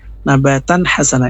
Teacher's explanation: Nunnya, nun sukunnya atau tanwinnya itu tidak boleh didengungkan, karena dia namanya izhar. Izhar itu artinya jelas atau itu bunyi atau tanda itu. · Term: izhar halq